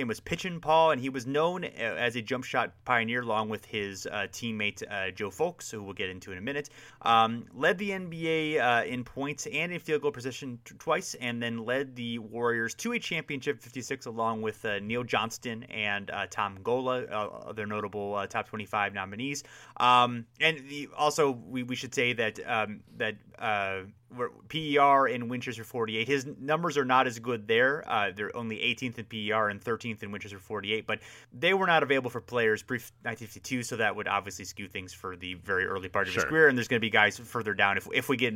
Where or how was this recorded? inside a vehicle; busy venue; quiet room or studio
quiet room or studio